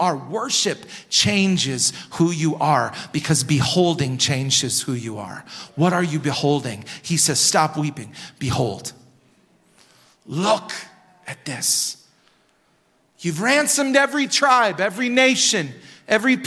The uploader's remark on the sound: Recorded at Hope Church in Springfield, MO.